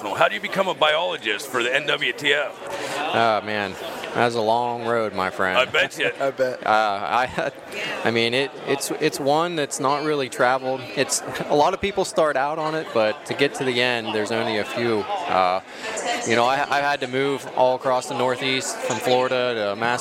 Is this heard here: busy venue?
yes